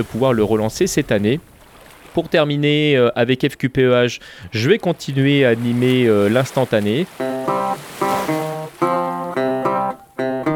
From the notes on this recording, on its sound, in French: Mon programme de la rentrée 2015 enregistré à Saint-Malo, les pieds dans l'eau...